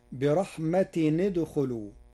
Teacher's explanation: قرأ ورش برحمة ندخلوا بضم التنوين وصلا لضم ثالث الفعل وهو الخاء، فتصير برحمة ندخلوا.